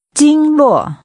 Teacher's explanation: Using high level and falling tones, say energy channels.